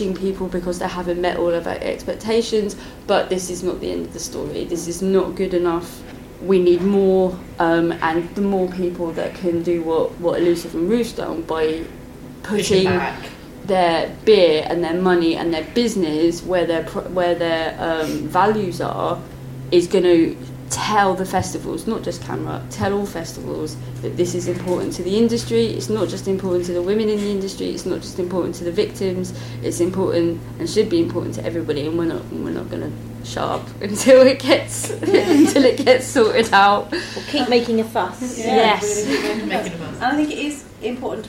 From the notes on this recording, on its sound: we share conversations we had during our brew day at Elusive Brewing